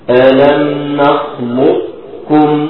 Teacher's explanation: الإدغام الناقص اللي هو الوجه الثاني إن أنا أجيب صفة الاستعلاء في القاف. ما أجيبش أي صفة في القاف غير الاستعلاء.